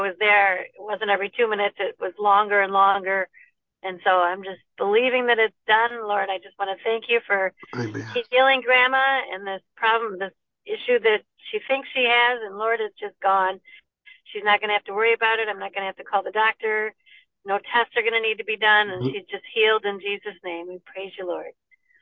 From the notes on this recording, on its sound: PRAYER PHONE CALL